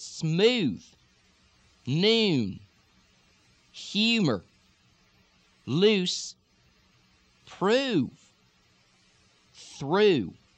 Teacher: Not ooh with the tongue back, but smooth. · Term: the oo sound